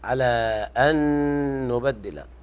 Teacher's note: أتمم الغنة فإدغام متماثلين صغير أو إدغام بغنة